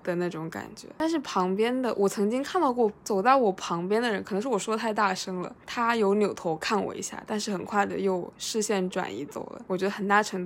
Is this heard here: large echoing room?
no